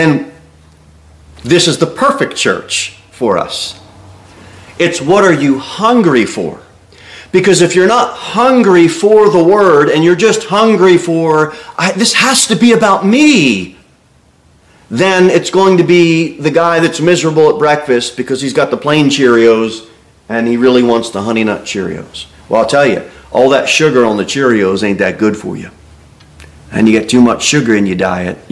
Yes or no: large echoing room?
yes